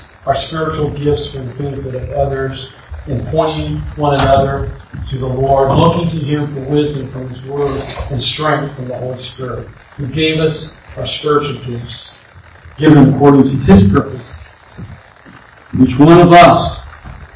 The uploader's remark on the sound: Once again, I apologize for the bad audio quality.